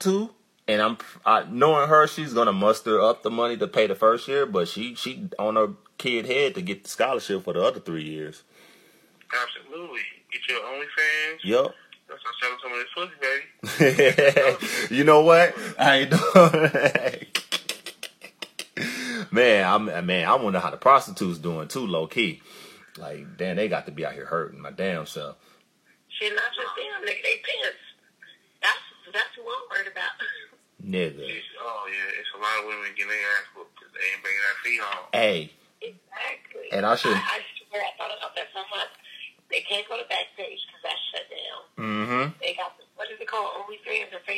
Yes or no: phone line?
yes